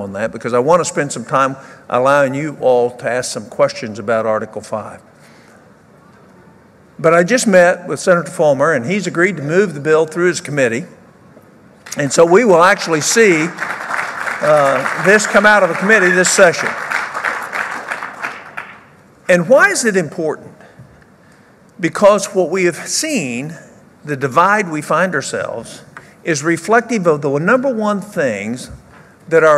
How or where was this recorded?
live audience